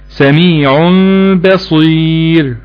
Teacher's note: نقلب النون الساكنة والتنوين ميم ساكنة، وبعدين الميم الساكنة نخفيها عند الباء ونجيب غنة مع هذا الحكم · Term: القلب